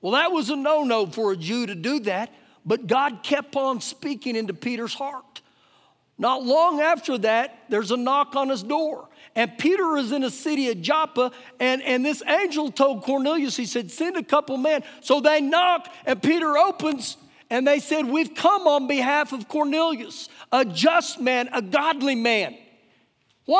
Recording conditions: live audience